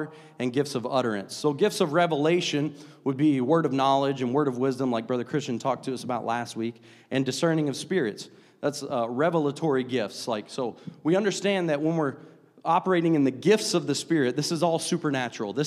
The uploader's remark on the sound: a service recording from Connect Point UPC